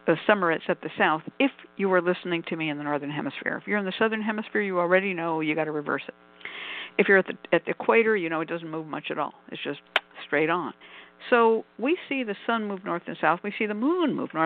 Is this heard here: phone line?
yes